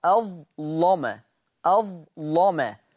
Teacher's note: وقرأ ورش بتغليظ اللام في أظلم. أظلم لم مش لم، لم دي كده مرققة، أنا عايز مغلظة.